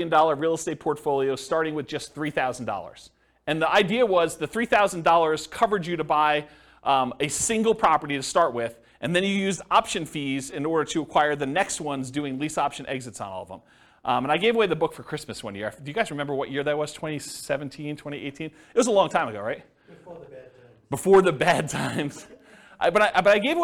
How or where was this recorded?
live audience